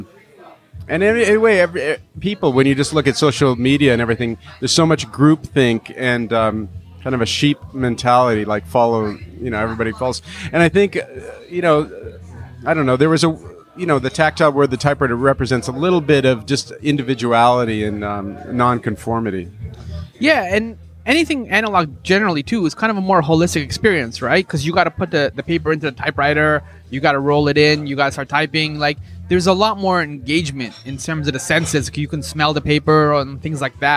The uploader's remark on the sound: Recorded: Friday October 28, 2017 4:00 pm (EST) at Page One Café. At Page One Café.